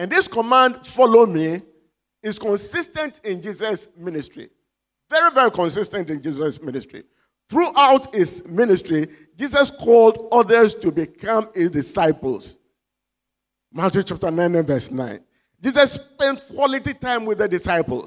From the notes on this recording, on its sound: Sermon preached at CBC Shiashie Campus